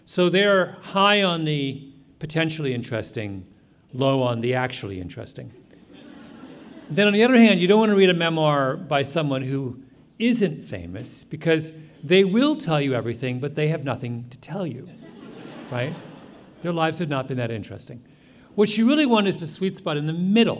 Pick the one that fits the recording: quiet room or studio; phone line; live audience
live audience